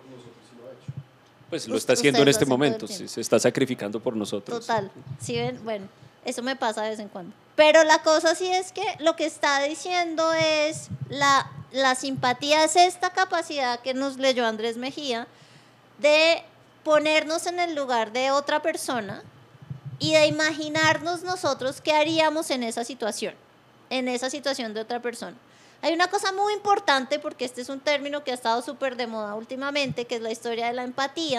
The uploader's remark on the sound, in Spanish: en vivo en la Universidad de los Andes